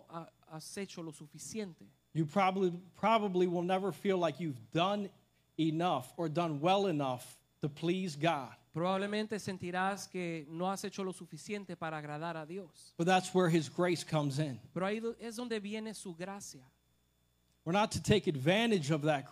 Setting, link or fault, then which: setting, large echoing room